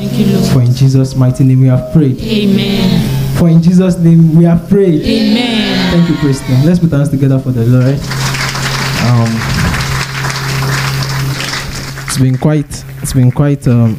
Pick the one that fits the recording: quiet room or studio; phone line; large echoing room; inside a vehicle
large echoing room